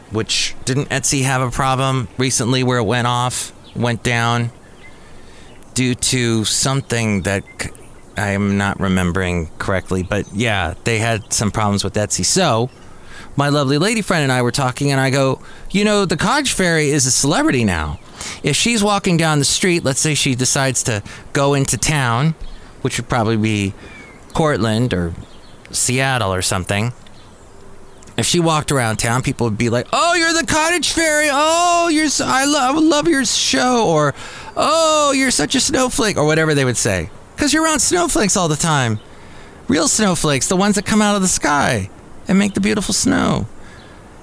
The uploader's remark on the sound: podcasts live from Cafe Anyway